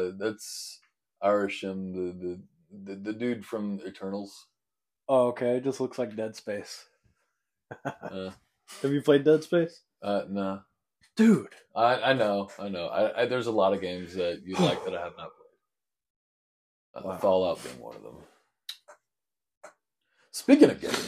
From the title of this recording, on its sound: Technical difficulties